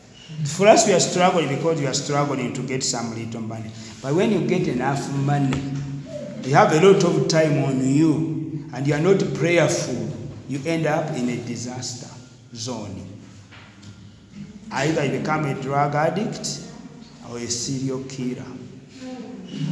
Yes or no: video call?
no